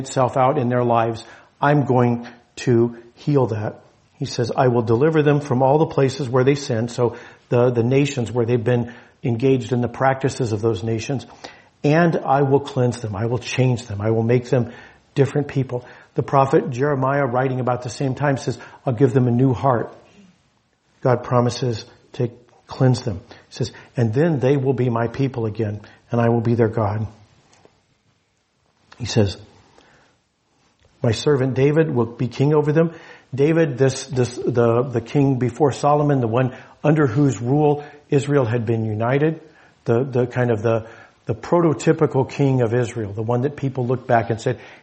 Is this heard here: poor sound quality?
no